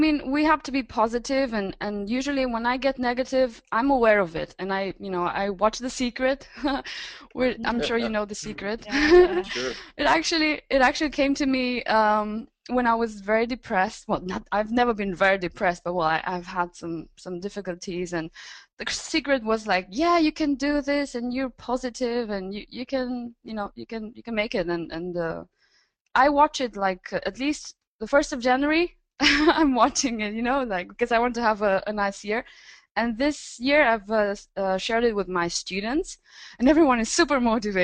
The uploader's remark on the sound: Recording of monthly VIP webinar call.